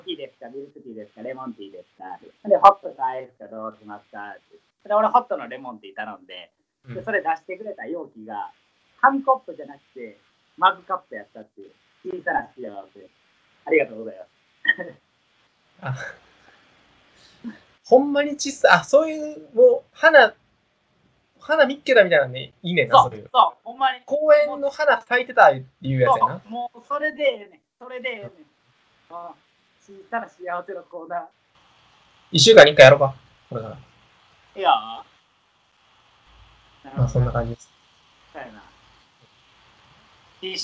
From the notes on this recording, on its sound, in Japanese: １ヶ月ぶりの収録かつ初のリモート収録です。とんでもなくノイズ入ってて。